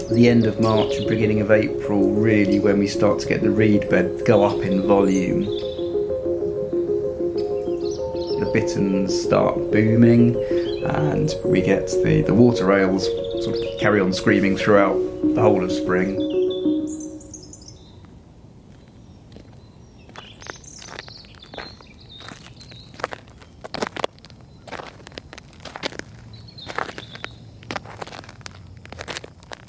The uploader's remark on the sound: visits Norfolk to record the songs of late winter birds, travelling from woodland to wetland to ocean.